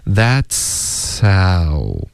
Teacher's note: 这个 h 的音有一点被前面的嘶的音盖住了，不太能听出来，可是还在